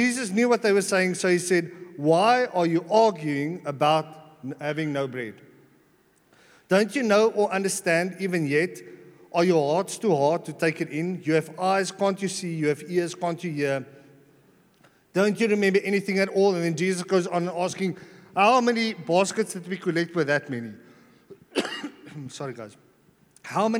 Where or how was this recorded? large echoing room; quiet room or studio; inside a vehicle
large echoing room